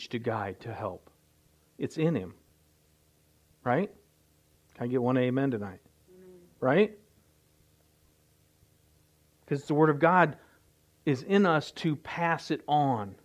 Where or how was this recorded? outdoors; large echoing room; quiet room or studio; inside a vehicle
large echoing room